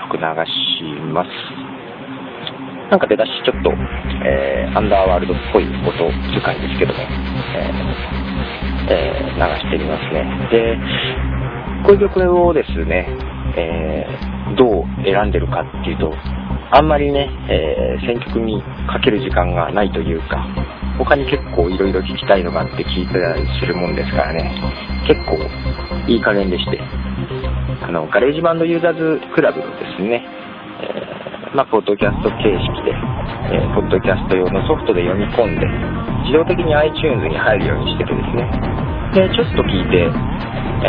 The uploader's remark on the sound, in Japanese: ポッドキャストの録音は外出時がほとんど